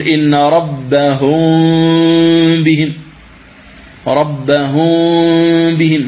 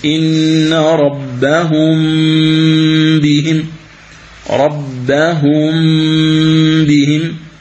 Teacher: ومعلوم أن القارئ حينما ينطق بالميم فإنه لا يترك فرجة بين الشفتين، ولهذا القراءة الصحيحة للإخفاء بالنسبة إلى أحكام الميم الساكنة هو أن تنطق بميم مخفاة بغنة، يعني دون فرجة بين الشفتين ودون كز لهما · Shown in: second take